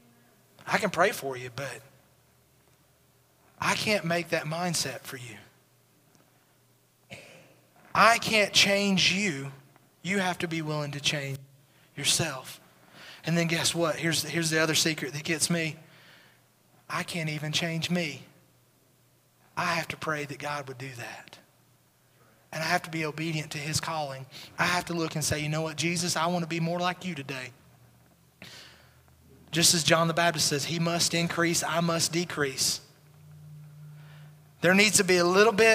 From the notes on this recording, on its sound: Recorded at Highland Baptist Church